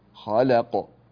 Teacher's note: وخلقناكم أزواجا، القاف فيها مقلقلة. وخلقناكم، لا تقل وخلقناكم، خلق، قلقل القاف.